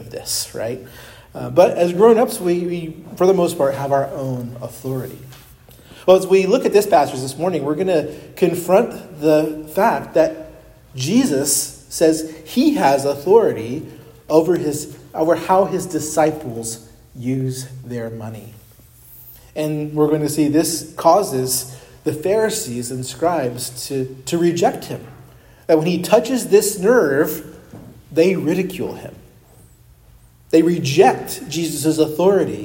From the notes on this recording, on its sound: preached at Christ Our Savior Baptist Church on Sunday, February 25, 2024